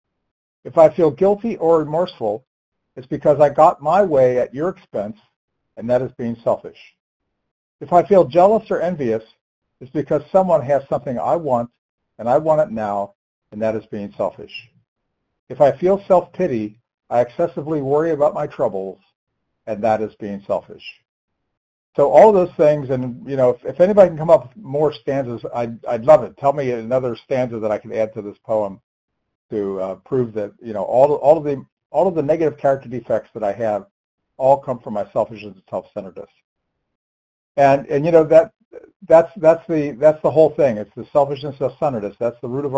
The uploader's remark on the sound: 100 Pounders Phone Meeting